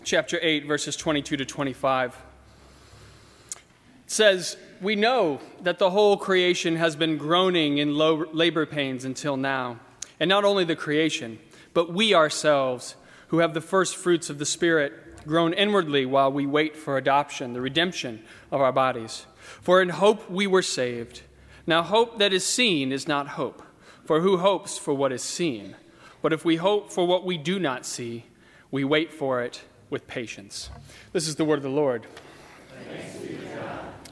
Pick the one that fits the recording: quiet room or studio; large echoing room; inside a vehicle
large echoing room